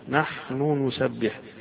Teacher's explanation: فيها نحن نسبح، نون وبعدها نون في إدغام كبير يسمونه عند أبي عمرو ويعقوب